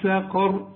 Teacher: تقول لي سقر، ص سقر، القاف هي المفخمة والراء مفخمة عند الوقف وعند الوصل